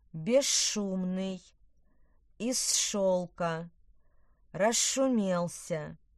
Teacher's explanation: Звукосочетание зш и сш на стыке приставки и корня либо предлога и слова произносится как двойной твердый ш.